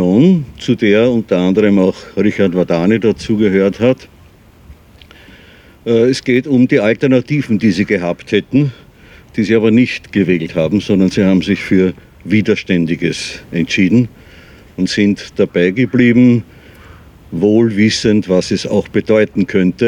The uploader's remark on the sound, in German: 20. Gedenkveranstaltung für die Opfer der NS-Militärjustiz. Im Donaupark in Wien-Kagran. Ungeschnittene Aufnahme der Gedenkveranstaltung.